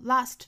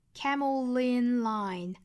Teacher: camel 尾部本身是一个 dark l 应该发 l，但是因为后面遇到元音了，这里面就要把这个 l 凸显出来